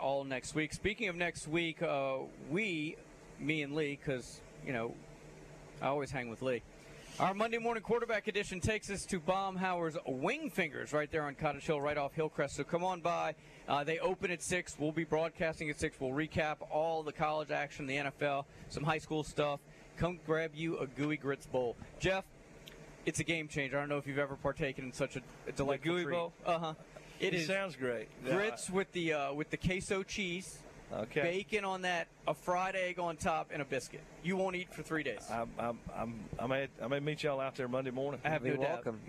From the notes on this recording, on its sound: LIVE from the campus of Saraland!